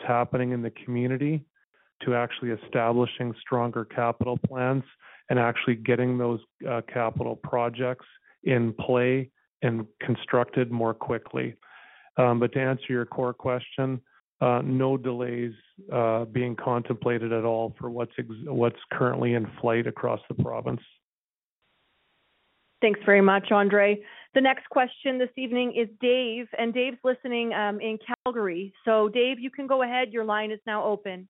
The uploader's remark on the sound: Refocusing Health Care in Alberta Telephone Town Hall. Health care professionals participated in a telephone town hall to help shape a stronger health system.